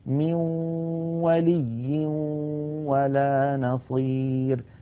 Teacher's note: هنا يا إخوتي عند الإدغام بغنة يخرج صوتان في آن واحد، واو من الشفتين في المثال الذي معنا، وغنة من الخيشوم، مجموع هذين الصوتين يشكل النون المدغمة في الواو. من الأنف يخرج غنة ومن الشفتين تخرج واو، يبدأان معا وينتهيان معا